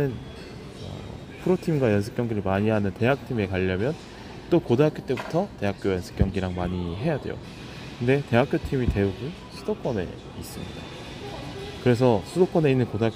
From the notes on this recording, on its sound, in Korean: 콧물 소리 죄송ㅎㅎ.